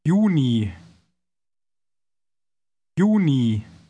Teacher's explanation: Note that German J is pronounced like an English Y, as in yes.